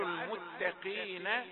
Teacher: المتقين المتقين قاف مفخمة لكن في الدرجة الأخيرة، آخر درجة من درجات التفخيم